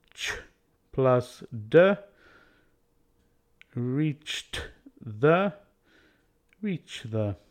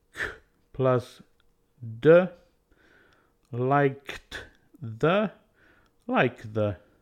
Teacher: In each case, delete the D and then move forward the first consonant sound.